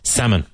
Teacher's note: The L is silent.